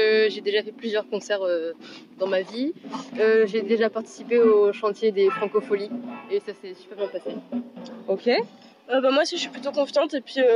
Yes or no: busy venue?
yes